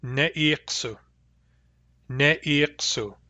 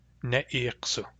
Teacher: Barkly Sound dialects are umlauting dialects, so ne'iksu has an e.